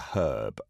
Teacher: in some cases you do drop the H in English, like for herb